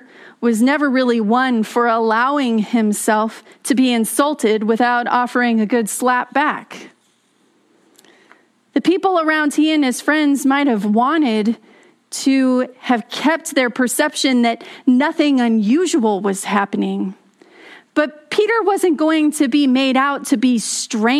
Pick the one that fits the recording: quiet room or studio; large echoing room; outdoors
large echoing room